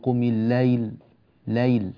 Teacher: فإذا وقفنا عليها يعني في حالة الوقف تكون مد لين، فيه حركتان أو أربع أو ست حركات